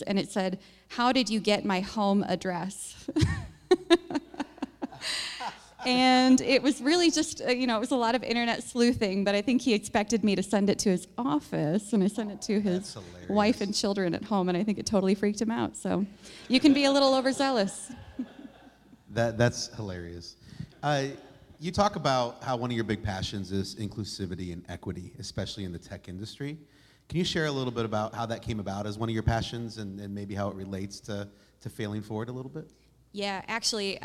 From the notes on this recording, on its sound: Live from 1 Million Cups. For a live recording of the podcast from 1 Million Cups.